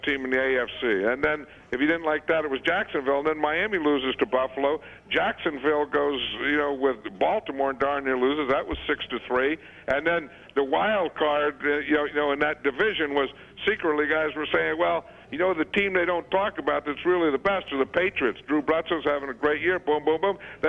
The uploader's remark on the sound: called into … and …’s 10th anniversary show